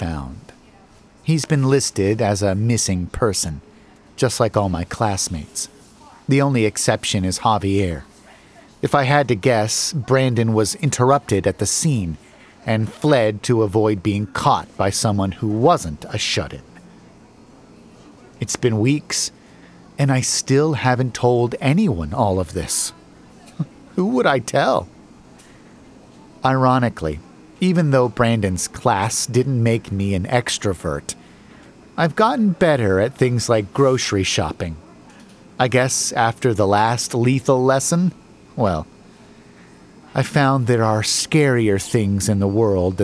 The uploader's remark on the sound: Broadcasting live from a seemingly innocuous coffee shop.